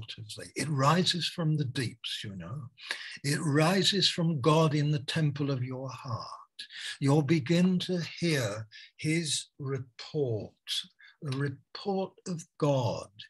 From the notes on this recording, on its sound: Malaysia Meets (Zoom).